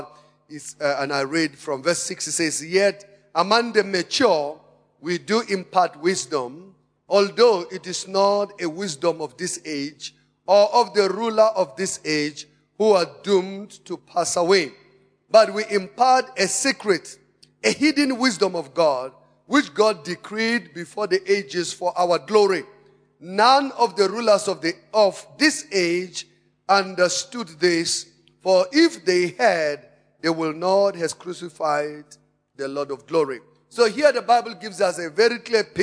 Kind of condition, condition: setting, large echoing room